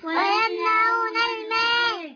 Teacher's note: ميم فتحة ألف مد طبيعي حركتين